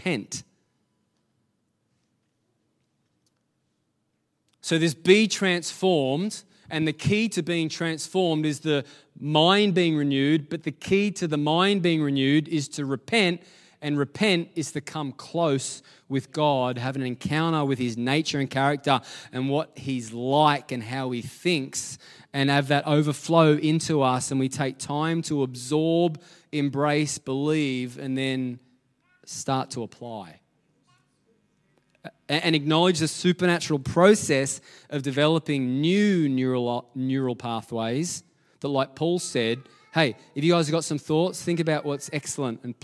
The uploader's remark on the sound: LIVE at Echo Church